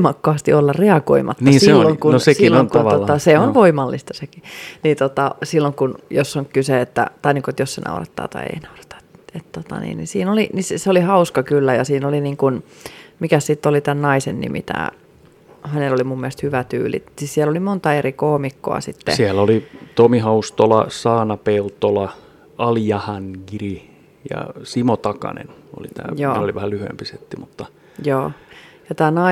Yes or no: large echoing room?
no